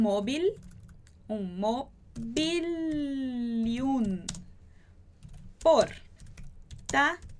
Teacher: ao invés de fazer esse L mais exagerado, a gente vai juntar ele com o I